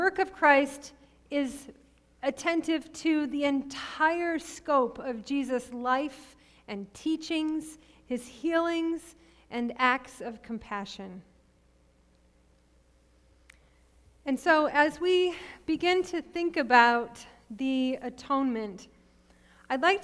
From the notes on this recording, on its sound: Sermon preached at RCHP on March 6, 2022.